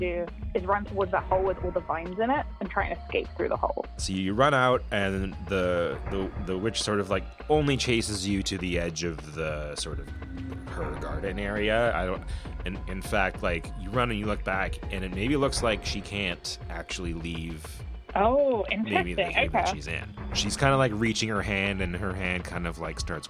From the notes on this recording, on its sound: Is a 1-on-1 1970s D&D style roleplaying game played over the telephone.